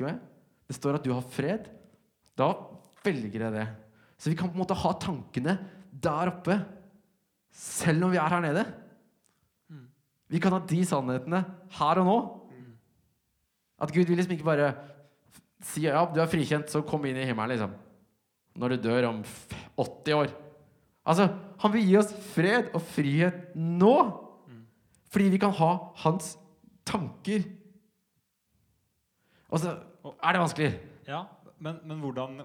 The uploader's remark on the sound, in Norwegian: Liveopptak fra Glow-festivalen 2020.